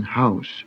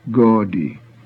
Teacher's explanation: AU is a diphthong, as in house, and should not be pronounced as in the English word gaudy. · Shown in: first take